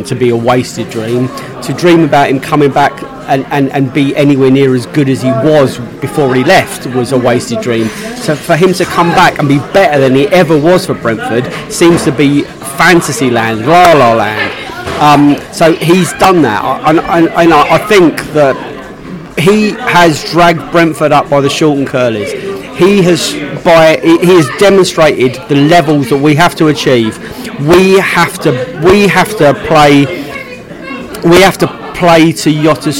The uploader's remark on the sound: Pre-match podcast from the pub. Fans in the pub post QPR.